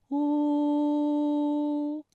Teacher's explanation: 舌头需要后缩，舌面后部隆起与软腭相对。